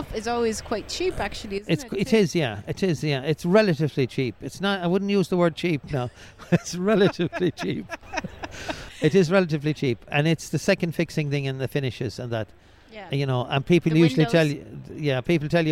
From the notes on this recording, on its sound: We caught up with him at Selfbuild Live Belfast